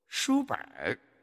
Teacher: 实际上呢，是使“呃”带上了卷舌色彩，直接读成了“本儿” 。你看，那个舌尖呢，不再有那个归音呢，归到上牙齿龈的齿根位置的那种情况了也就是说这个本字的本呢，它的韵母是 N，前鼻